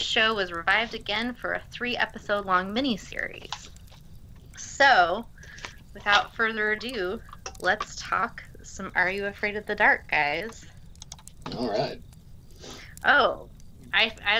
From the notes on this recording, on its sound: Apologies for some background noise during our intro discussion as we had some minor recording glitches while out by the campfire.